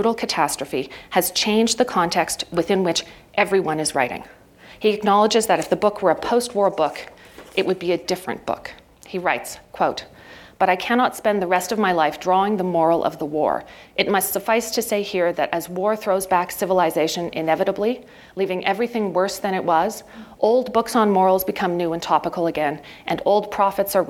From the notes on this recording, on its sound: PlayWorks Ink keynote address.